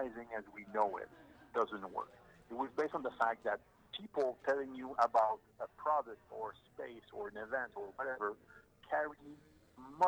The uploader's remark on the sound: Recorded: Friday January 18, 2022 10:30 am (EST) at the Interior Design Show